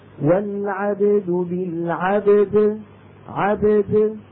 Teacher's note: نخرج الباء مقلقلة والدال مقلقلة بدون سرعة